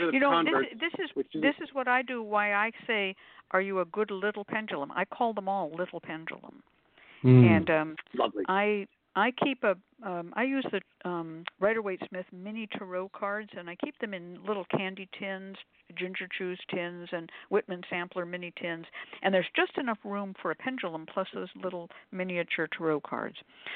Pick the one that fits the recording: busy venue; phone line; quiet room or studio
phone line